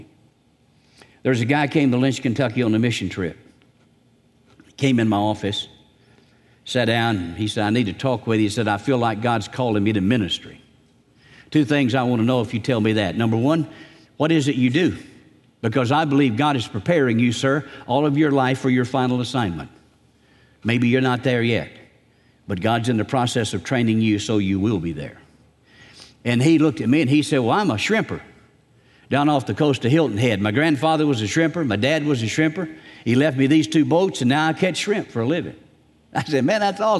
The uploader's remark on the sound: Recorded on October 7, 2018 at Graceland Baptist Church in New Albany, Indiana.